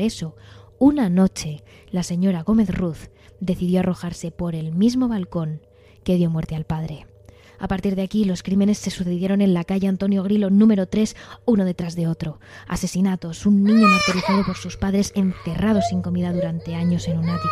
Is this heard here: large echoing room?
no